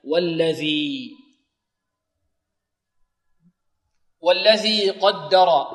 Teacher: والذي مثل الذي الأولى، اللام محذوفة بارك الله فيكم رسما، والذال معجمة تخرج من طرف اللسان مع طرف الثنايا العليا